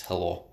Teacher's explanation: The H is a little more raspy. The L is a little bit further back in the throat. The O is wider. The E is more like, not like a he, but a E.